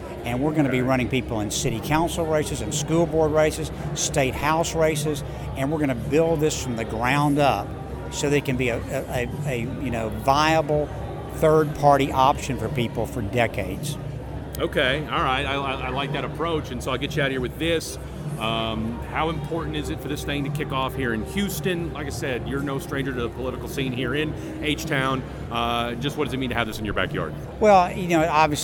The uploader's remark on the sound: A special live, on-location episode of The Power Connect this past weekend as we went to the Forward Party Kickoff Convention at the Bayou City Event Center on the southside of Houston